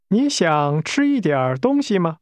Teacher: To eat is pronounced with a high-level tone.